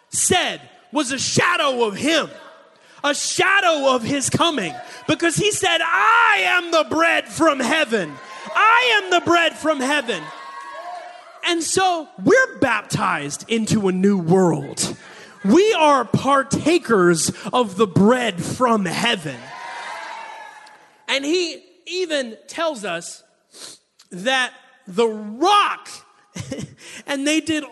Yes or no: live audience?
yes